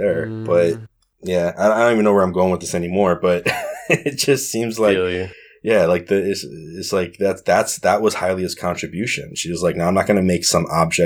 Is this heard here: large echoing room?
no